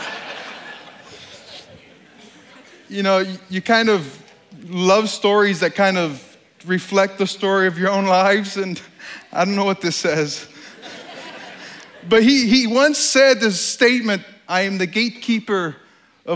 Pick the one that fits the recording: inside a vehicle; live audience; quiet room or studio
live audience